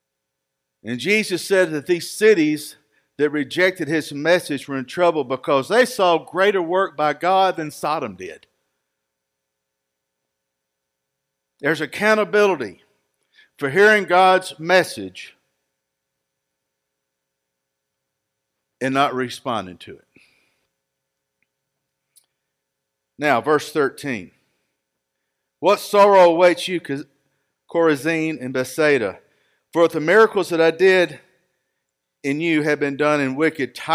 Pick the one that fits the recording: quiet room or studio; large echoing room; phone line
large echoing room